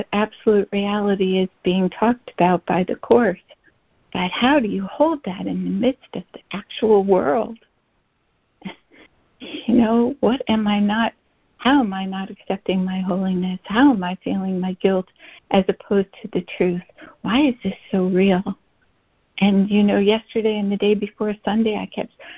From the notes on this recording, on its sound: ACIM Daily Conference Call.